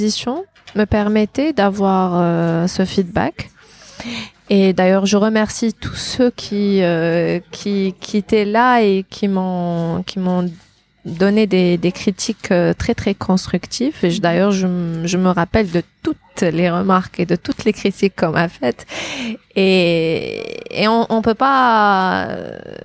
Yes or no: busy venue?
yes